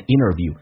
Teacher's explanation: NT 组合一般 T 去掉，只要把 N 发两遍就可以了